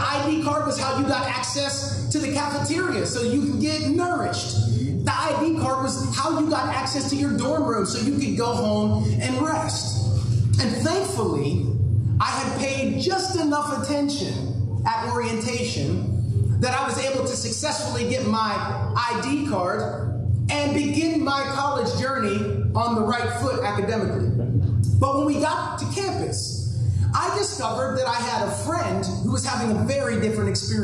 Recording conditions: poor sound quality